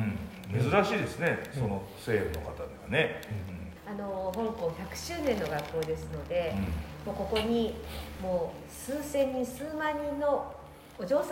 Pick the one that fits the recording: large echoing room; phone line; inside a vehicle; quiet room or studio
large echoing room